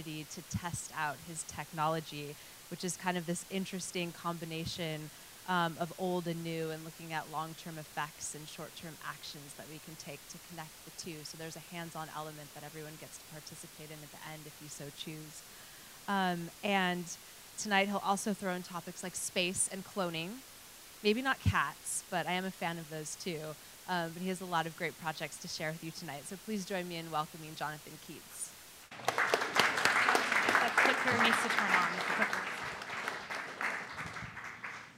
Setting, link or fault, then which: setting, busy venue